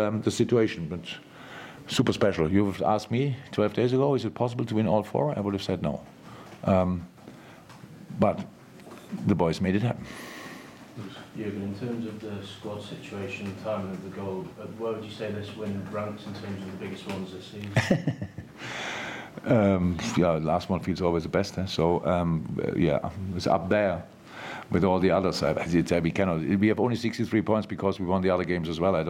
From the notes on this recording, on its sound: LFC Press Conference. Speaks to the media after Liverpool beat Nottingham Forest 0-1 in the 99th minute in the Premier League!